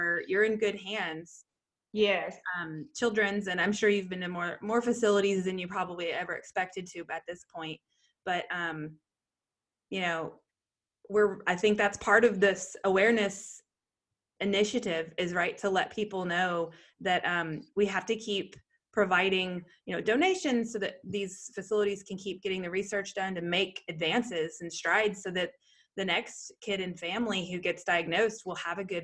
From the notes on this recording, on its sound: This time we Zoom with a special young man